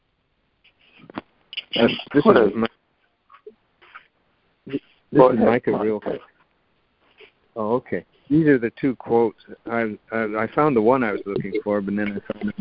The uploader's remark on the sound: ACIM Daily Conference Call.